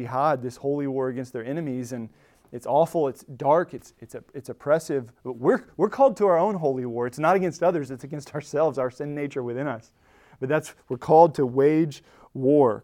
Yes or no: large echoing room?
yes